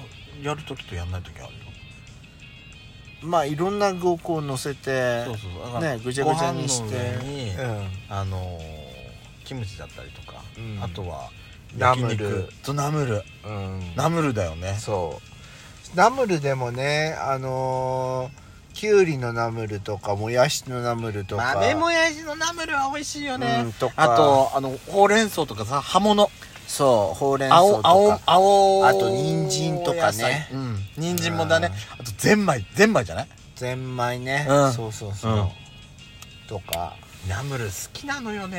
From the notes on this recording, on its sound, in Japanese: パーキング収録